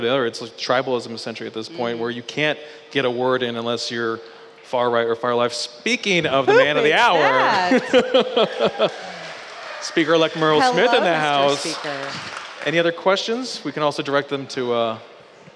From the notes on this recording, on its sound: Live from Sumter Original Brewery